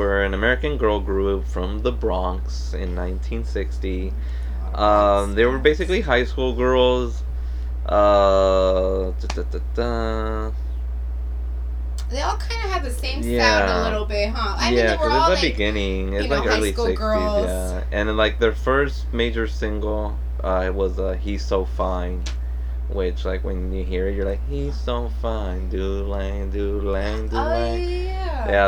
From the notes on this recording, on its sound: We got a way better microphone and are now using GarageBand on OS to record this podcast, but we are not very good at it yet. Please bare with us while we continue to work on our sound.